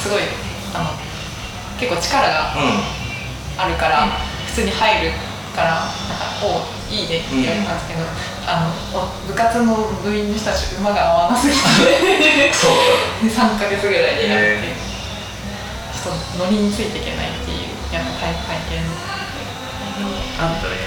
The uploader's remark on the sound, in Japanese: 今回カラオケボックスでの録音のため、音質的に聞き苦しい点が多々ございます。